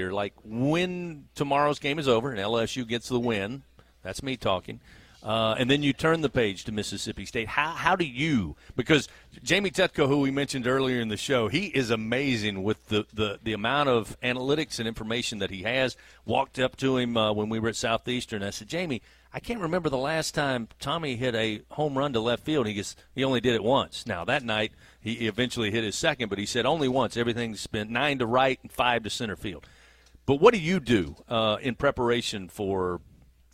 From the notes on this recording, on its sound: A one-hour radio call-in show. Aired live from TJ Ribs on Acadian Thruway.